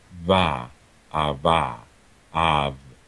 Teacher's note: I'm finding that I'm, for some reason today, approaching closer to a weakly articulated plosive. I'm not getting quite the buzz that I'm accustomed to getting.